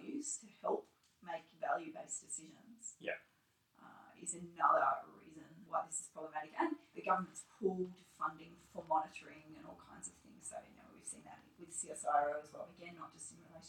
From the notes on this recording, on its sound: Unfortunately, the sound quality of this episode is lower than hoped for.